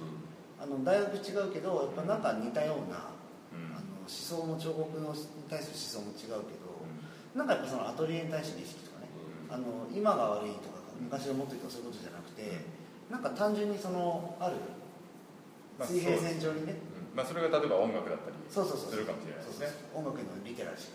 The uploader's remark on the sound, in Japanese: 会場：金沢美術工芸大学 展示室。第7回AGAIN-ST「OUTBOUNDー彫刻シンポジウム外伝」のトークイベントの録音です。